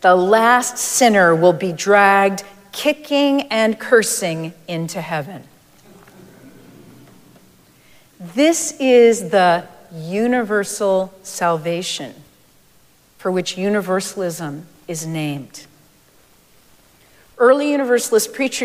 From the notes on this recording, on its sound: Recorded live at Arlington Street Church